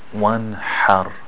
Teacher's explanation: the letter ha, it has a little bit more air, because in Arabic you have the strong ha.